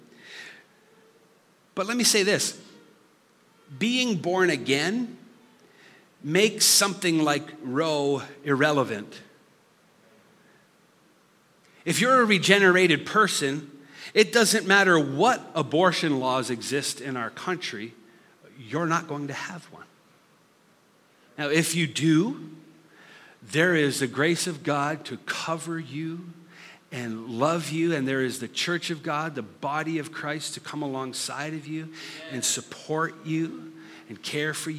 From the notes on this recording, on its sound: Listen to this live recoding of our Summer series.